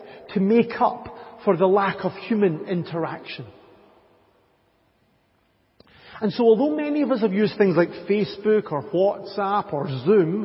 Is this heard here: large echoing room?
yes